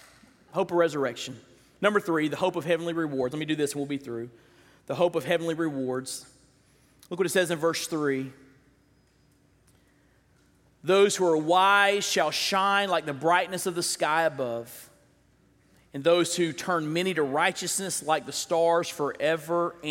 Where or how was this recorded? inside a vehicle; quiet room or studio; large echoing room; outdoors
large echoing room